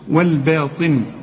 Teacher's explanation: الطاء مفخمة وفي آخر درجات التفخيم لأنها مكسورة